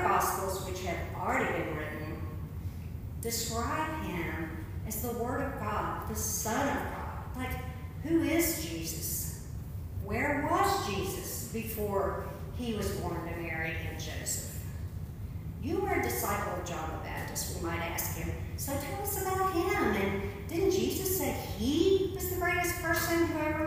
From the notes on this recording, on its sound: audio is a little soft, you may need to increase your volume